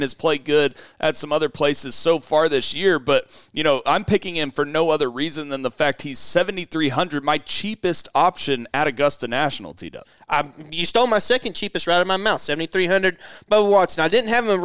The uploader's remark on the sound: Live from Augusta!